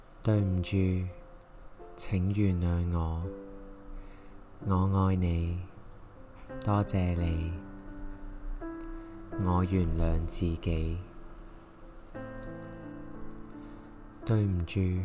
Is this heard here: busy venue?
no